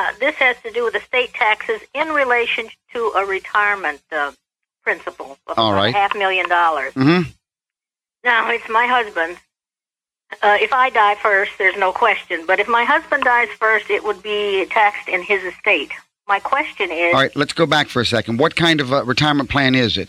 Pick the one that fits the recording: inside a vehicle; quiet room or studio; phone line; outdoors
phone line